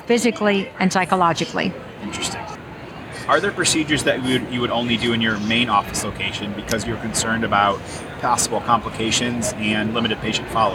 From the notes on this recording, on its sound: live from SmileCon